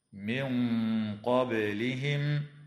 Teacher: وتخفى النون الساكنة عند القاف مع الغنة مفخمة في قوله تعالى: من قبلهم. وتقلقل الباء في كلمة قبلهم